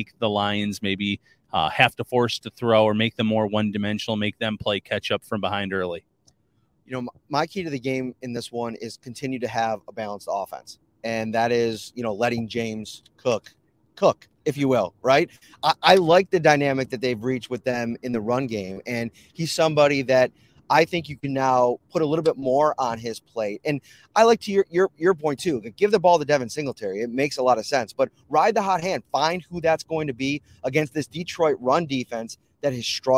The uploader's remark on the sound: taped this week's preview podcast from the back of a JEEP rental car on the 403 in Canada